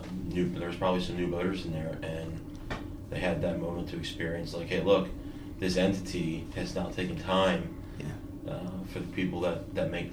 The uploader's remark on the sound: Live from TRB XXII